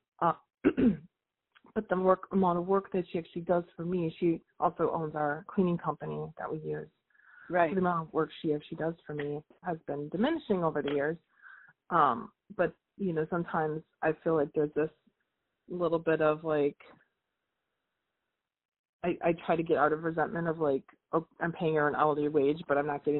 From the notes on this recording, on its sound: All of these coaching calls have been recorded with permission from my clients.